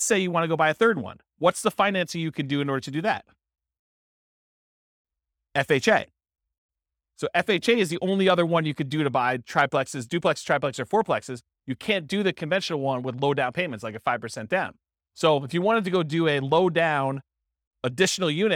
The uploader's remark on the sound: This was a live class recorded